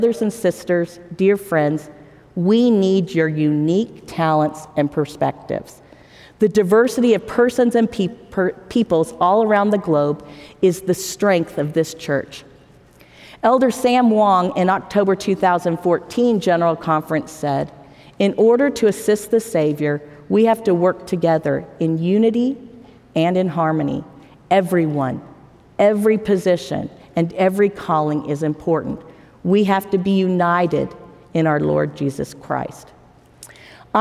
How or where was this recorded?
live audience